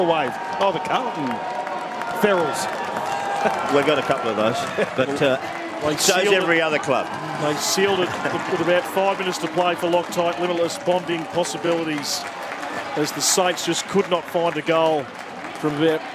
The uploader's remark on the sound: call the action from Marvel Stadium